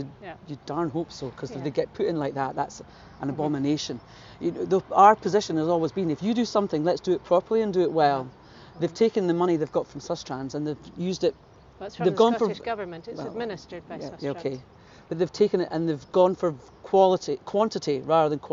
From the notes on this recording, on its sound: we took a short walk outside the parliament building on a lovely sunny morning